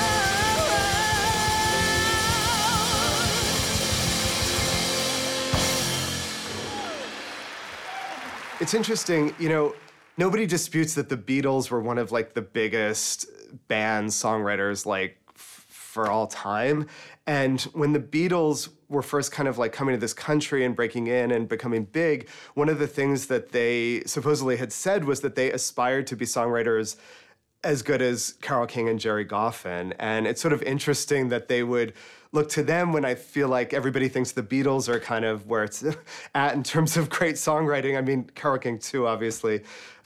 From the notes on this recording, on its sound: One-time concert from the Tilles Center for the Performing Arts recorded in 2018. Enjoy rare access to the rehearsal room along with creative takes on beloved songs.